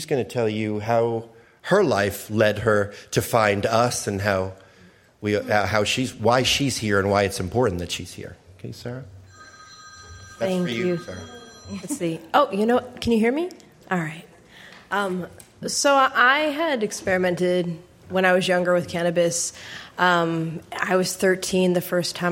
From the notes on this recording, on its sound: Q&A with Live Audience. Answer questions from a live audience at the Lafayette Library in Lafayette, CA.